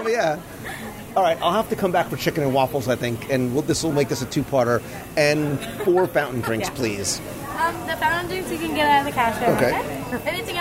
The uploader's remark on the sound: LIVE review of Captain Cook’s At Disney’s Polynesian Resort. I visit the newly reopened Captain Cook’s counter service restaurant at Disney’s Polynesian Resort in Walt Disney World and sample many (many) items from the new menu in this live restaurant review.